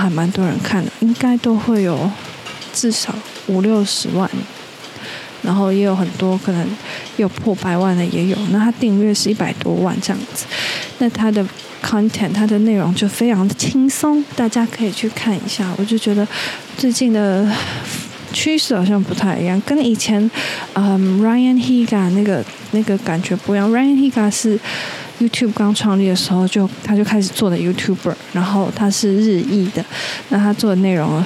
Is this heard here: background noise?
yes